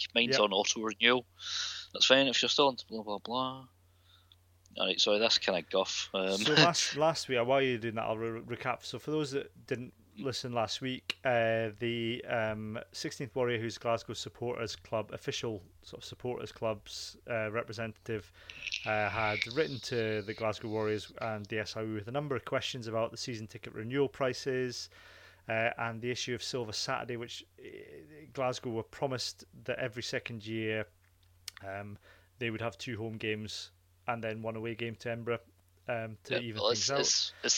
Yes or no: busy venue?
no